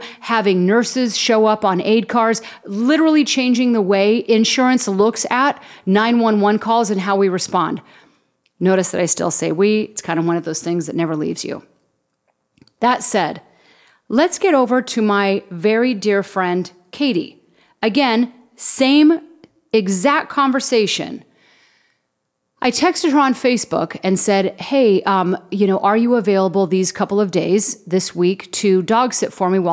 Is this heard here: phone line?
no